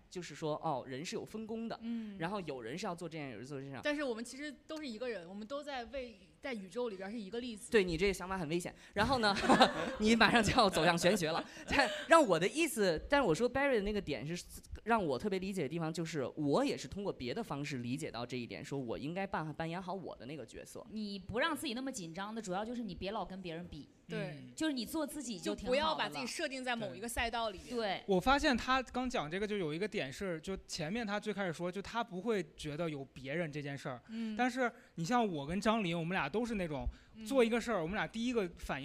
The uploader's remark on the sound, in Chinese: 本期的节目就是上周六我们在线下举行的一周年录制活动